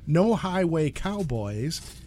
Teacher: No Highway Cowboys has five different diphthongs, one in every syllable.